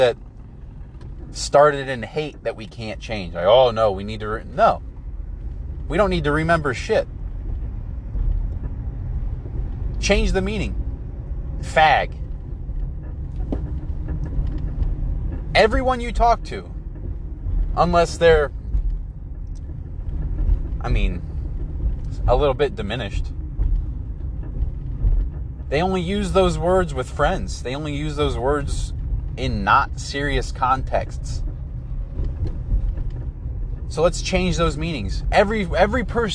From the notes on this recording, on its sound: Recorded while stuck in traffic on I-75 going into Ohio from Michigan.